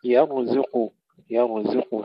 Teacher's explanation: ترقيق الزاي بين الراء والقاف المفخمين